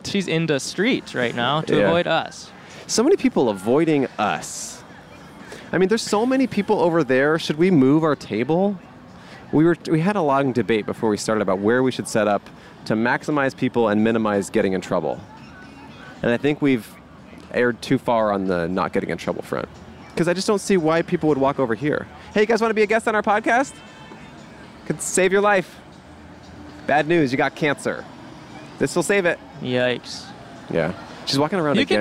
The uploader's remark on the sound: Recorded in front of the Convention Center in Downtown Los Angeles.